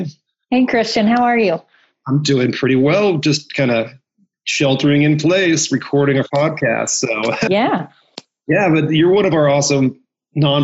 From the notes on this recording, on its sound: Our team hopped on Zoom to check-in and see what's new.